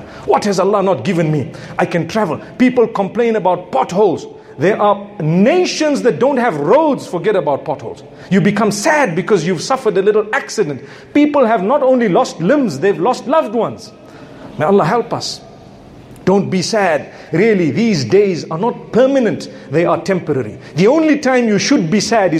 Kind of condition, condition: setting, large echoing room